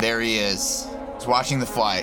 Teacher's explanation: Ele tem um vocal fry horrível.